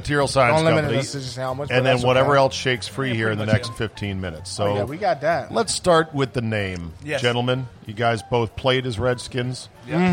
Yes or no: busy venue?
yes